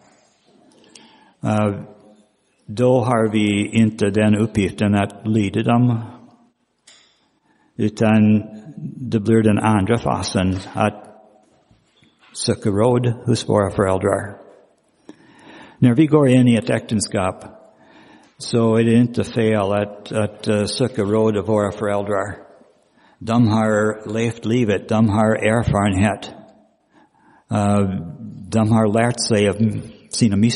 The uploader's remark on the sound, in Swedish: Inspelad i Roseniuskyrkan den 19 februari 2023.